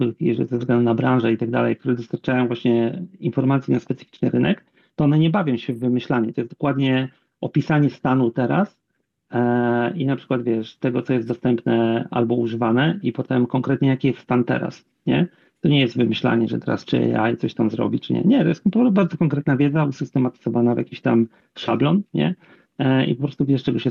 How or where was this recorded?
video call